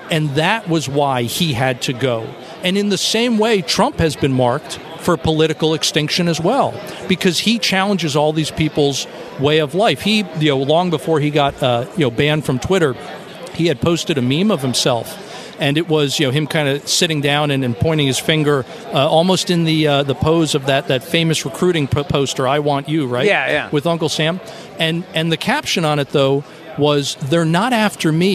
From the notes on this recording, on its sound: joins The … Show from CPAC in Washington, D.